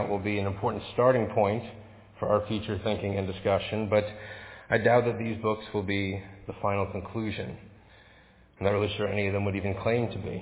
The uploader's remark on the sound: Faith Presbyterian Church – Evening Service